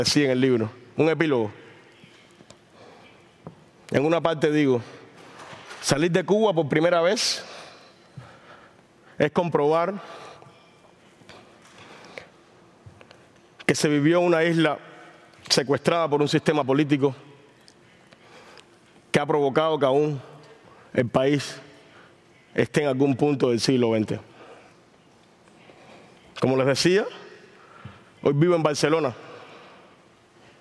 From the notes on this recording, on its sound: recorded at the 2023 Olso Freedom Forum